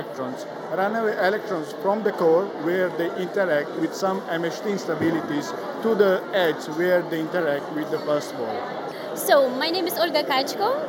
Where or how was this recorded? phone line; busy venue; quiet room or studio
busy venue